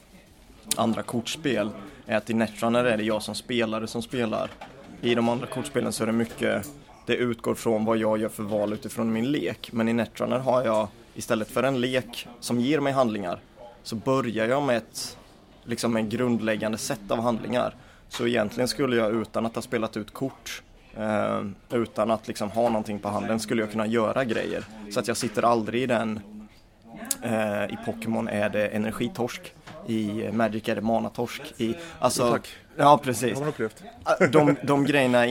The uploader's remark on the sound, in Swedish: Inspelad 22 februari 2018 i Brädspelskafeét i Karlshamn.